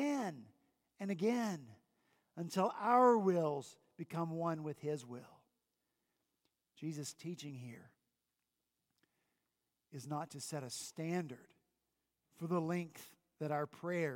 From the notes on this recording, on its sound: At Redeemer Presbyterian Church in Charleston, SC.